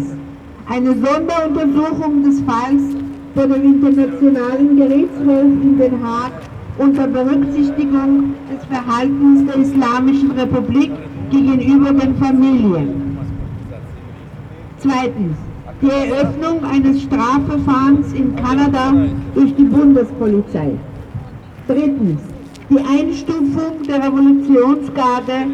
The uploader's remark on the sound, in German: Kundgebung in Wien. Unbearbeitete Aufnahme der Reden auf der Kundgebung. Rund 50 Personen erinnerten am 8.1.2024 bei der Wiener Staatsoper.